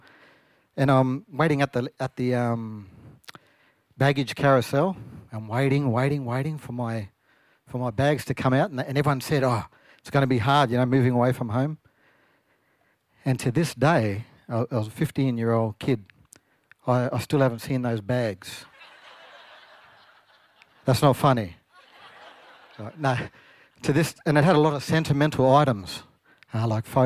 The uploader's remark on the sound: SPUN: True Stories Told in the Territory is a live storytelling event that showcases some of the extraordinary people and stories that make up the Northern Territory. Story was told at our event at the 2017 Darwin Festival.